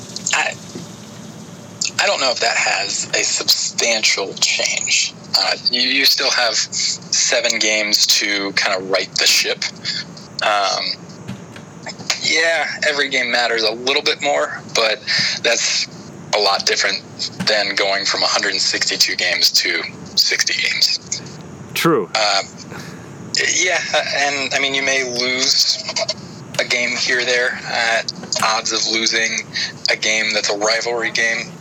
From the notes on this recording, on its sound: I took the show on location...outdoors at Hiram College!